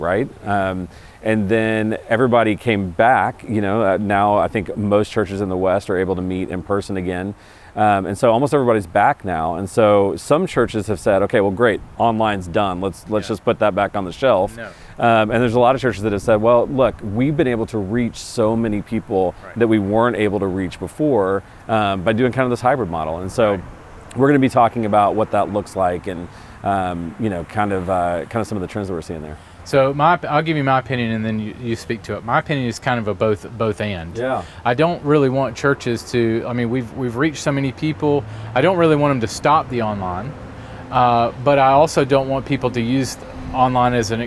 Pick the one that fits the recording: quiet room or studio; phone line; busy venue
busy venue